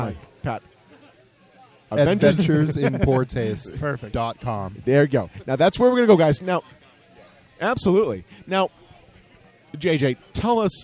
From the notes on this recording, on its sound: enjoy all the interviews, nonsense, background noise and beer sipping goodness